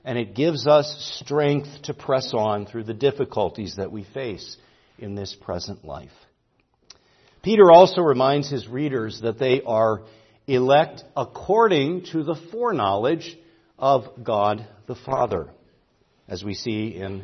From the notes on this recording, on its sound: preached at Grace Orthodox Presbyterian Church in Sewickley, PA, during the evening Worship Service on Sunday, October 15, 2023